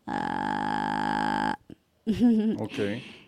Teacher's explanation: ahí las cuerdas vocales están vibrando súper flojitas, súper sueltas, por eso es que se oye más lenta la vibración, están, están más sueltas y vibrando más lento. · Term: vocal fry